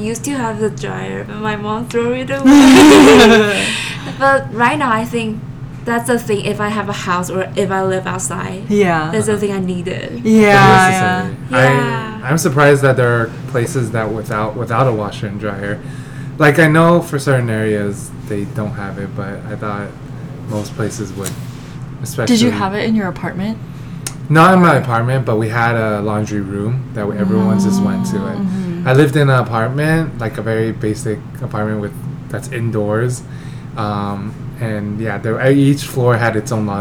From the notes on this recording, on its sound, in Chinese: 麥克風只有一隻所以雜音比較多請大家見諒！